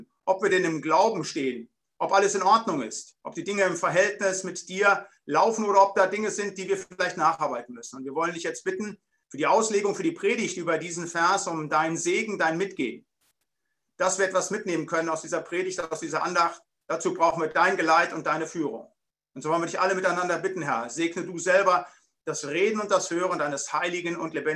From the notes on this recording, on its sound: Bibelseminar Bonn via Zoom.